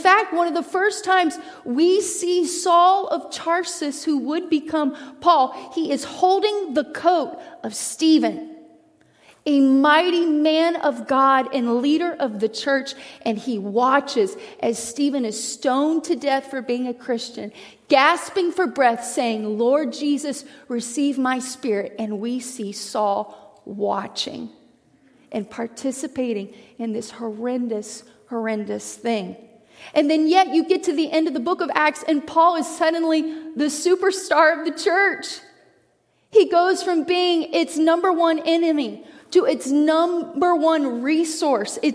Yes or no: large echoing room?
yes